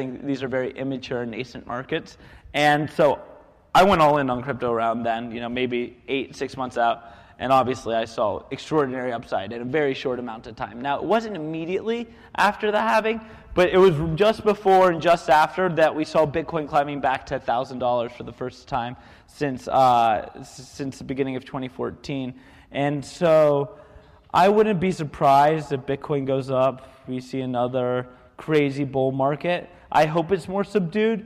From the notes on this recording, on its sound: It was when we were in town for the Coinvention conference. We even did our show live on stage at the event. Sometimes technology just fails. We don’t have a good recording of that show. After all, this was recorded in the city of brotherly love.